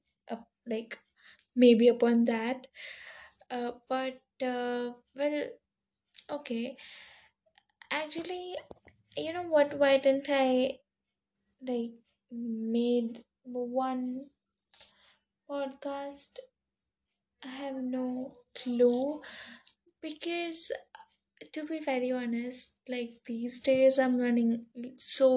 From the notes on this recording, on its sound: everything was messed up like everything background noises